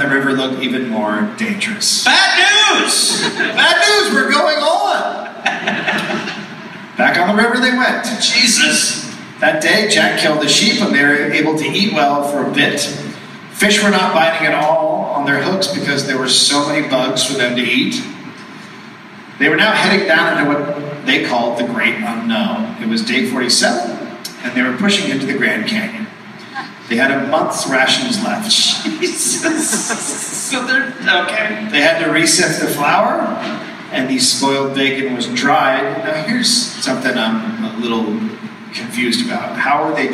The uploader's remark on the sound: Live in SLC. Live in Salt Lake City.